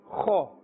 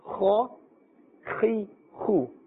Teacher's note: Kha has a scraping sound and a fuller sound.